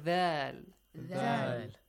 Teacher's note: when we were producing the sound of thal, it was like a vibrating sound